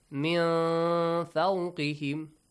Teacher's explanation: Fa is from the rest of the letters, not from these three groups. So you hide the sound of nun sakin. · Term: ikhfa